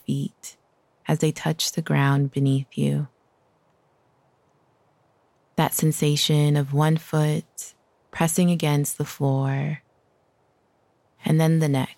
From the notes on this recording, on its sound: today we’re taking this outside for a walk